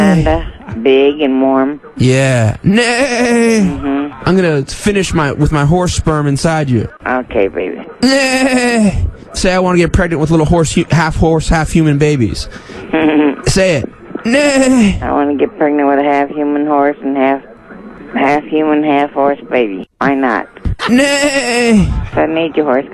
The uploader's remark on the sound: Prank Phone Calls.